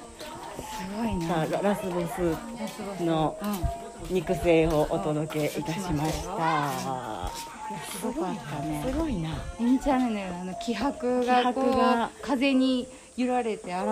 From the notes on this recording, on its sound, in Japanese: ガムラン練習現場に潜入！